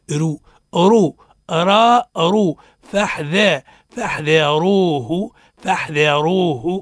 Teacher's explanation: حكمها التفخيم. لماذا؟ لانها سيدي متحركه بضم